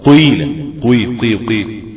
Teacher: الحرف الرابع ياء مشمة صوت واو قيلة قيل قيل قيل كأن بضم كده شفتيها قيلة قيلة قيلة قيلة.